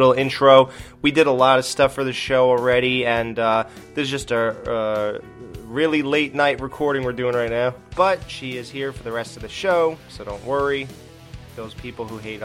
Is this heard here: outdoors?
no